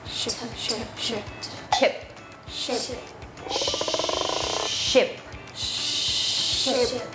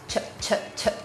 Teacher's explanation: มันจะยาวมันจะลากยาวนิดนึงนะคะแต่เสียง chมันจะแบบมีลูกเล่นนิดนึงออกมาแต่ออกไม่หมดมันจะเป็นลมแบบปุ๊บเดียวเท่านั้นค่ะ